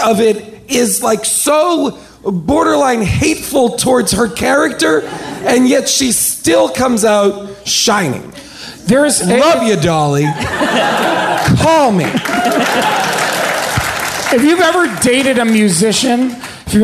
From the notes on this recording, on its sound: Recorded LIVE at Largo in Los Angeles